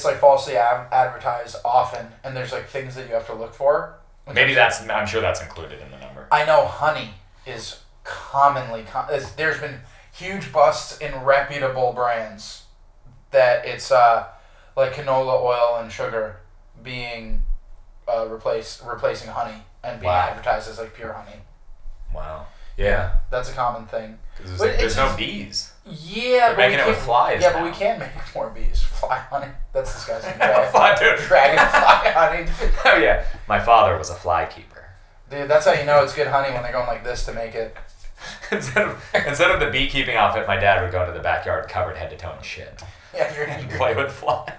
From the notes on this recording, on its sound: Great ep, horrible audio.